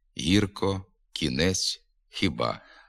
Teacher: У літературній мові звуки г, к, х вимовляються напівпом'якшено тільки перед і